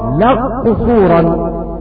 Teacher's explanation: ومثال إضغام الكاف في القاف: لق صورا. وإذا أدغم الحرف سقط مخرجه وصفته، فننطق لق صورا ننطق بقاف مشددة